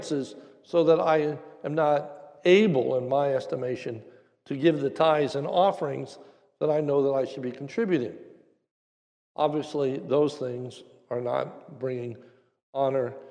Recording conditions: large echoing room